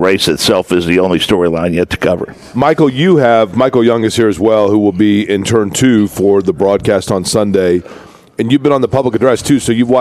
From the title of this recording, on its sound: LIVE AT CARB DAY!